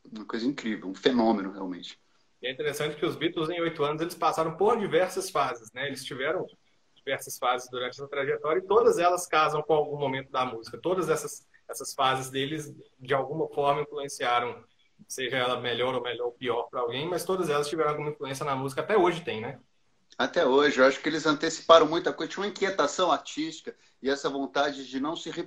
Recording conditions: video call